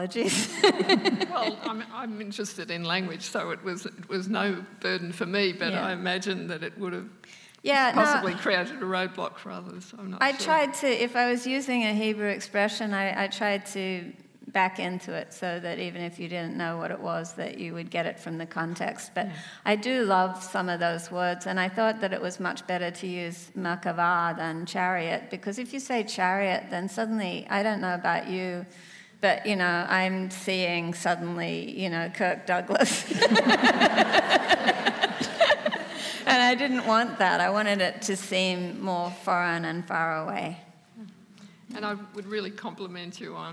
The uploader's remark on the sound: In this special event for Sydney Writers' Festival